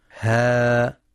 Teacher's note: ها، حركتان فقط لأنها من حروف حي طهر تمد بمقدار حركتين فقط